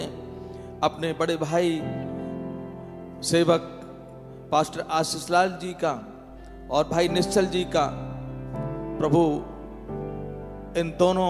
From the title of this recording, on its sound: Worship Service, Etah (AUDIO)